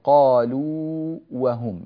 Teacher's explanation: فإننا لا ندغم الواو في الواو، الواو المادية في الواو المتحركة